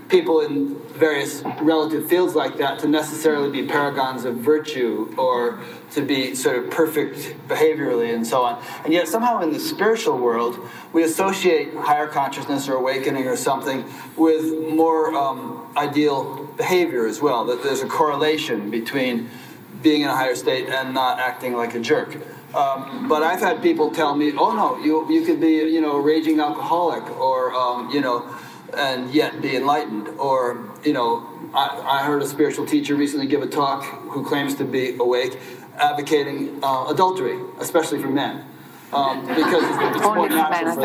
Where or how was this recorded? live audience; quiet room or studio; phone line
live audience